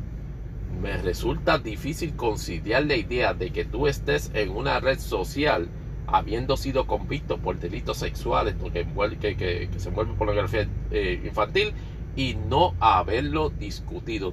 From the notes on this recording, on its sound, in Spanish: grabado desde la aplicación Anchor para Android